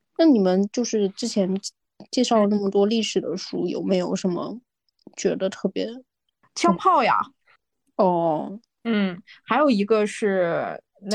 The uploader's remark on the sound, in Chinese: 又是线上录制的一期。我们又开始了新一轮的居家办公模式。